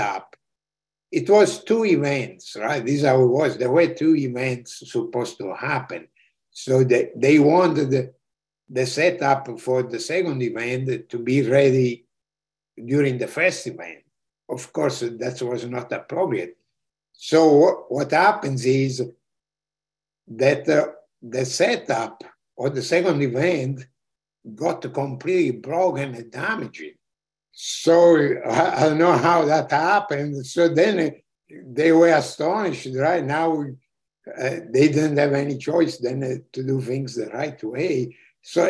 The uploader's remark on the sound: This episode features the audio from one of the ACO case presentation series webinars.